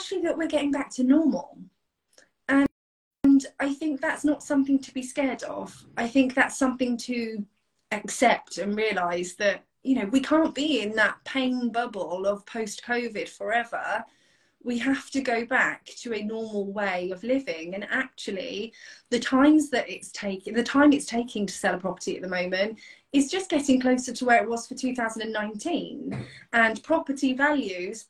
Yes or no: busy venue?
no